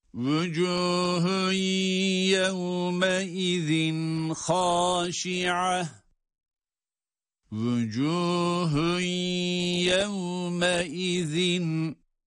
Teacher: Vücuhun yevmeizin. Vücuhun ye derken burada da idgâm-ı mâl-gunne var. Vücuhun yevmeizin haşi'a.